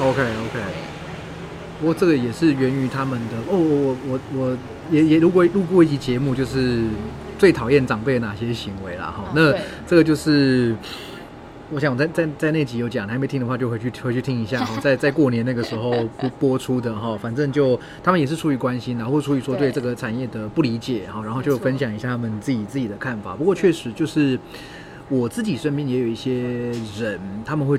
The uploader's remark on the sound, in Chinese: 流落街頭、戶外錄音QQ。